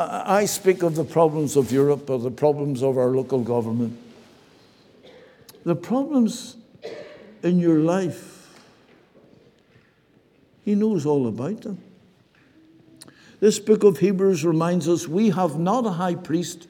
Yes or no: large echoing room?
yes